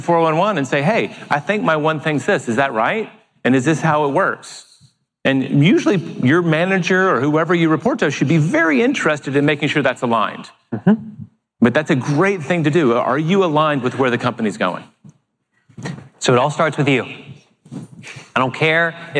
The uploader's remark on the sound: delivered a keynote presentation at the Keller Williams Family Reunion Convention